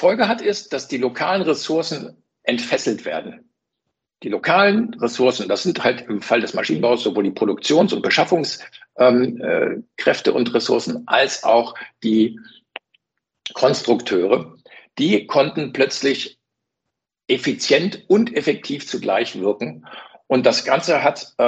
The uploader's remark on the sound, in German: ChinaWebinar Live. Live Podcastaufnahme von dem Webinar.